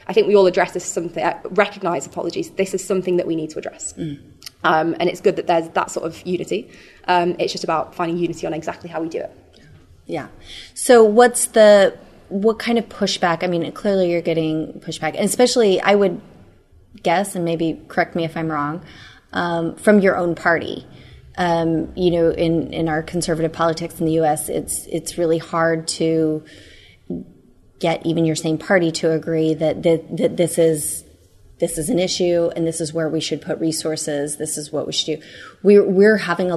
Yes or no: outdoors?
no